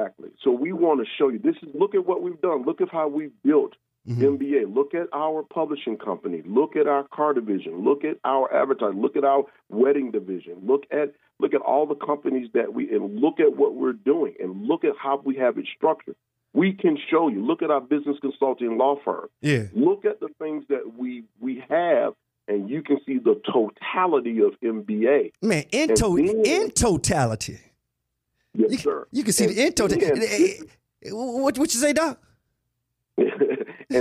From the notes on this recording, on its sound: We also had a special guest call